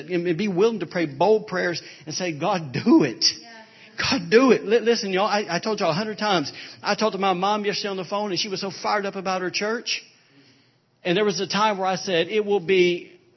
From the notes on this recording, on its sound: was recorded on Sunday, April 9, 2017 during Sunday morning service at Celebration Life Family Church